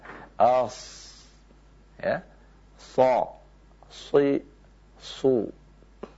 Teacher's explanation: Maka makhrajnya sad, zai, dan sin, ya, itu terletak dari ujung lidah, ya, ujung lidah yang bertemu dengan gigi seri yang bawah